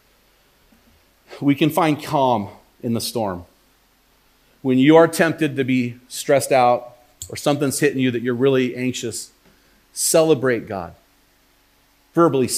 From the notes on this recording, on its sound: While preaching at Yamhill Christian Church in this bonus audio-only episode.